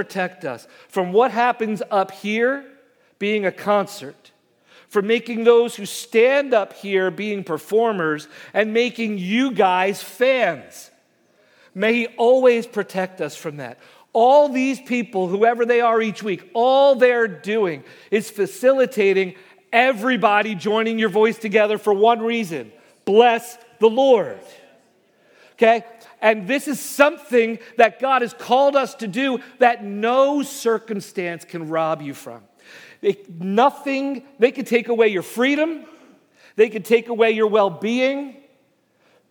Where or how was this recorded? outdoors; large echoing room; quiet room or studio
large echoing room